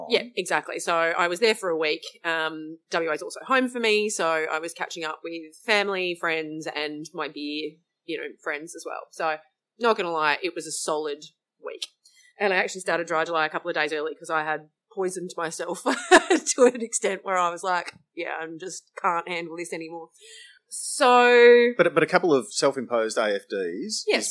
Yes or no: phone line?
no